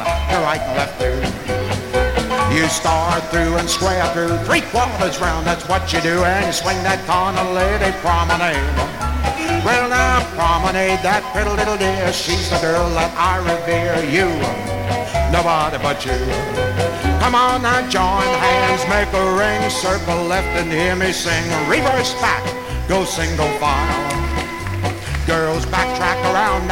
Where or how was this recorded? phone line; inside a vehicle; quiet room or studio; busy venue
busy venue